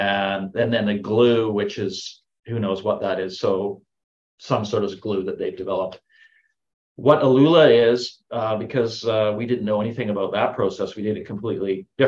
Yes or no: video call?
yes